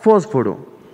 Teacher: La palabra fósforo, la F es fricativa o abierta, S fricativa, F fricativa, o abierta, R, vibrante simple, O abierta, posterior · Term: modo de articulación